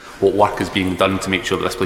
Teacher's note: o R do Scottish accent é ainda mais forte do que o do General American accent. Além disso, os sons do O são normalmente mudados para E, e quase todos os sons do T são omitidos por uma pausa, o famoso glottal stop, que é tipo a pausa no meio da expressão, né, da exclamação uh-oh.